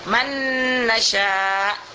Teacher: Jadi kalau seandainya idgham yang nun sakinah ini dia dengan nun mutaharrik, nun dengan nun, nah itu mudah saja kita masukkan nun yang mati ini, min, nah, masukkan huruf nun sudahnya, man nasya. Jadi kita membacanya satu nun saja tapi ditasdidkan